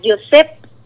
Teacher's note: nosotros necesitamos una E, una vocal de apoyo